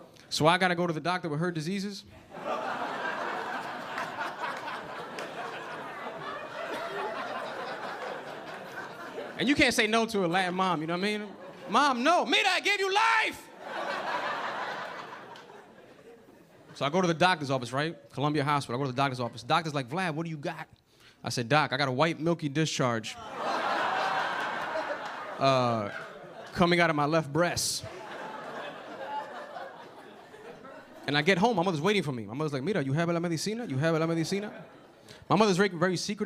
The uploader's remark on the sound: Gotham Comedy Live